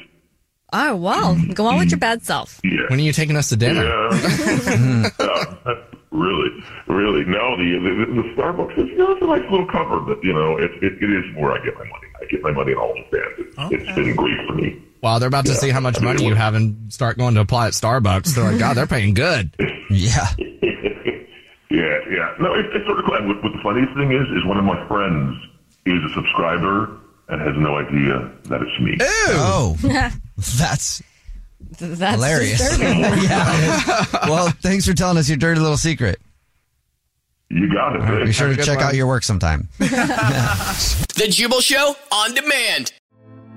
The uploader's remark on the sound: There is a listener on the phone who wants to tell us their Dirty Little Secret that is very very dirty!